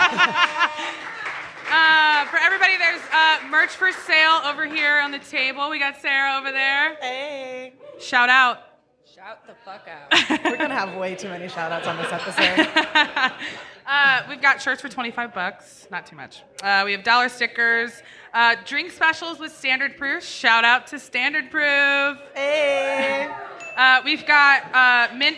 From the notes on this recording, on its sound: Live Show Pt. 1. The girls are coming to you live from their favorite place, Lakeside Lounge.